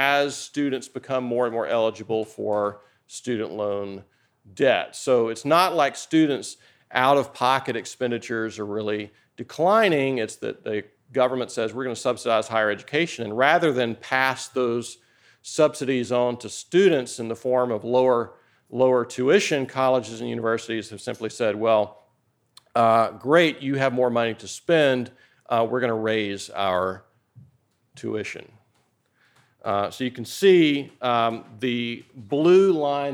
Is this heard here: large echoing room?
yes